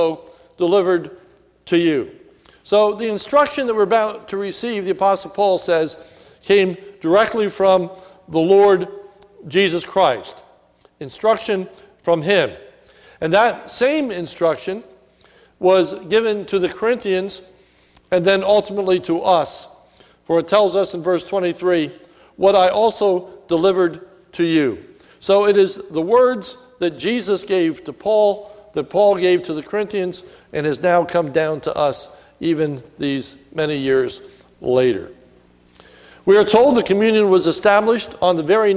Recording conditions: large echoing room